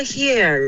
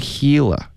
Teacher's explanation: hell 你的嘴巴要张开你发成 heal he 的音一二三的 e 跟 air 差别很大